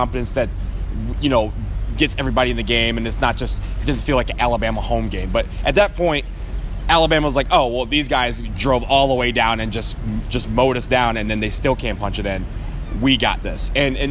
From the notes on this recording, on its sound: Live from the parking lot at Mercedes Benz stadium